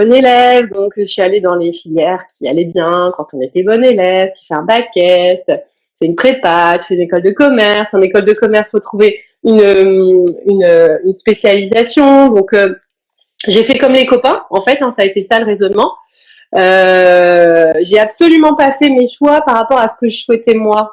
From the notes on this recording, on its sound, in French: j’ai eu le plaisir d’échanger (en live Instagram)